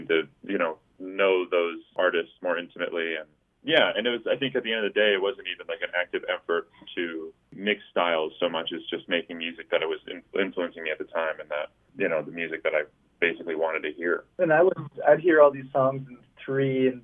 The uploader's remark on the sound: In this engaging, fun, and heartfelt phone interview.